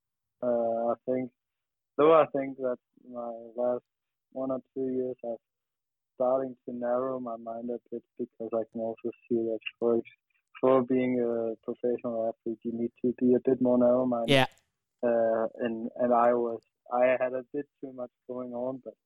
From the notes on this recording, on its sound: on the phone from Italy